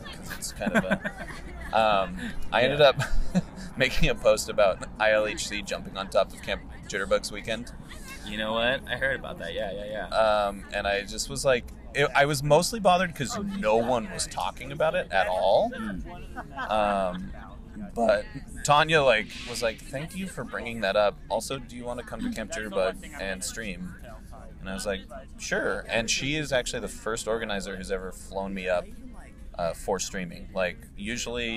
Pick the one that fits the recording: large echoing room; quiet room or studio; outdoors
outdoors